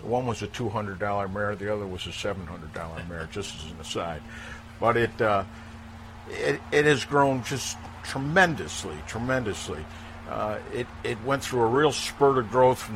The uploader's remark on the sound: live from Saratoga Race Course